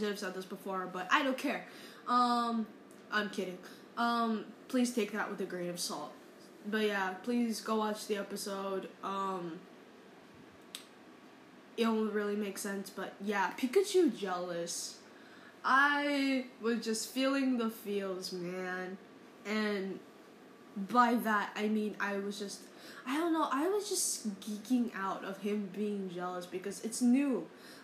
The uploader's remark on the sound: Sorry for the fan background noise